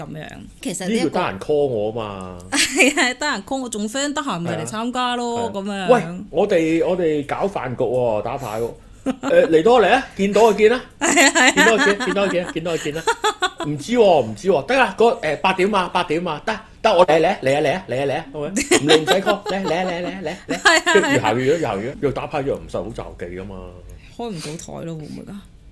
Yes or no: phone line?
no